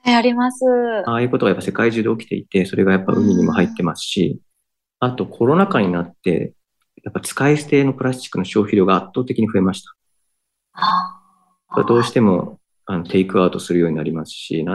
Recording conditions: video call